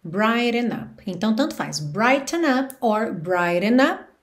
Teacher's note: você pode reduzir esse T para rarara